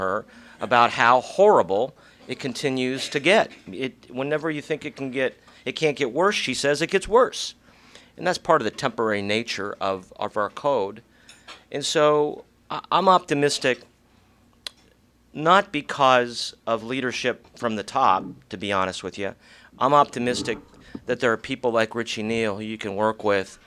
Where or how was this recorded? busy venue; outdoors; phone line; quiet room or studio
busy venue